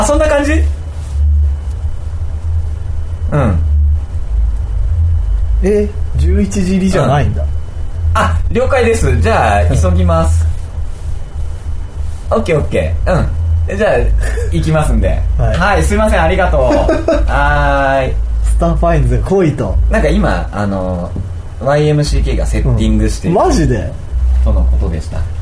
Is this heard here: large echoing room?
no